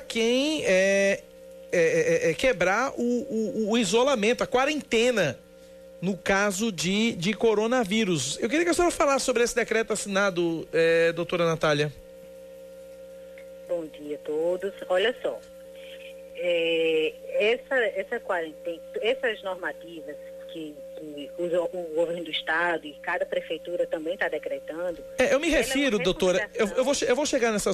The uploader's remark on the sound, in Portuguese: entrevistaram por telefone